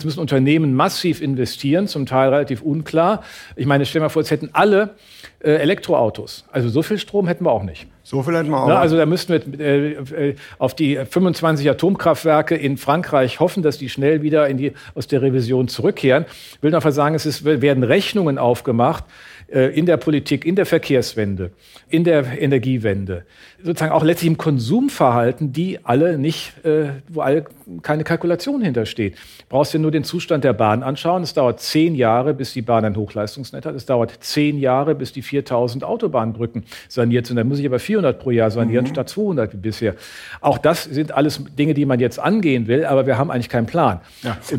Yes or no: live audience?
yes